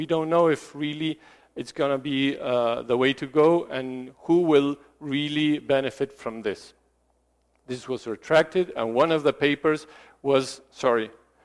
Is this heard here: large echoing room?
yes